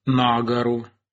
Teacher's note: вследствие действия закона Шахматова, ударение передвинулось на предлог «на гору», потому что первый слог в словоформе «гором» находился под циркумфлексом.